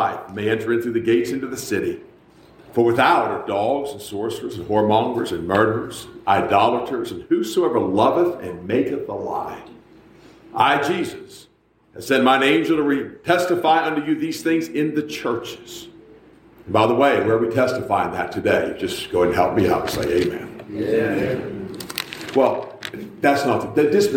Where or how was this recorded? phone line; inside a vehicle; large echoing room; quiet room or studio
large echoing room